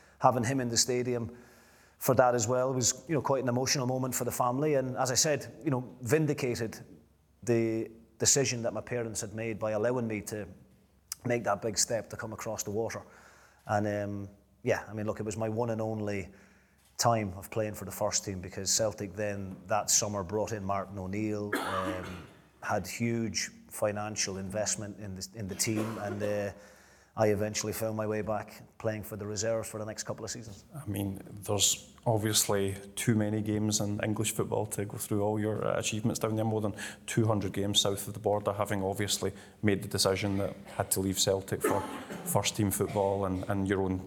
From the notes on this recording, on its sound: A live Q & A event. At DC Thomson HQ in Dundee.